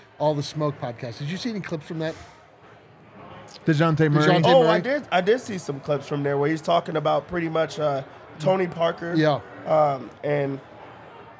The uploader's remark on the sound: live from the Winner's Lounge at the DNVR bar